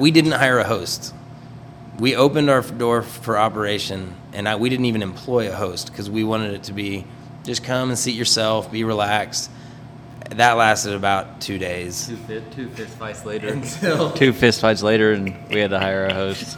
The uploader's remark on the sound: It was recorded at their restaurant at 10am in the morning. They were the gracious hosts offering coffee, good strong coffee I might add.